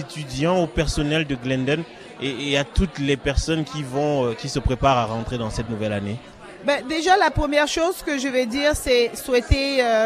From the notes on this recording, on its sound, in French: Emission spéciale en direct du marché d'hiver du Collège Glendon, 14 décembre 2017